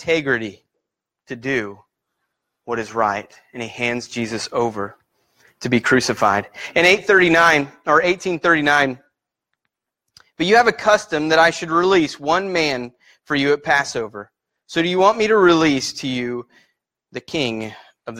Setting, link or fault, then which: setting, large echoing room